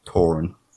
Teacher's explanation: So one example is what's called TH stopping. So the tendency to pronounce the th sound as something like t. So thorn in parts of Ireland is pronounced more like torn.